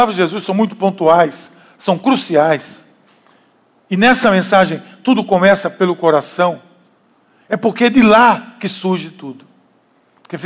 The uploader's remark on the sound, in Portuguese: Podcast gravado na PAES Piedade, dia 09/09/2018 na celebração das 19h.